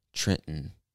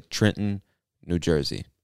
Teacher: So that second T becomes silent, basically.